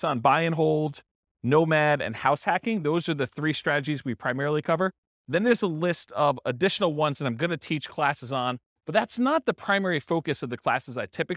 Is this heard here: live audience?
yes